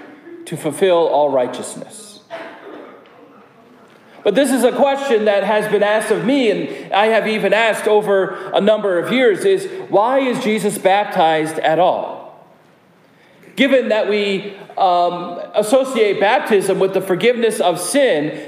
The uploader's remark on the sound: preaches at Prince of Peace Lutheran Church Kensington, CT.